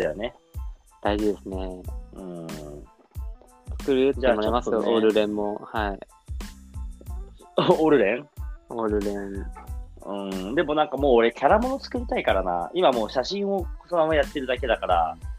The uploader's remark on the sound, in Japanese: リモート収録